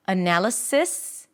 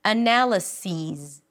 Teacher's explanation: So instead of sis, what you hear is sees. So the relaxed I turns into a high E and the S turns into a Z. · IPA: əˈnæləsi:z